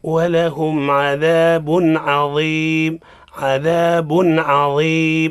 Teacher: يعني أظهرنا التنوين عند حرف الحلق · Term: الإظهار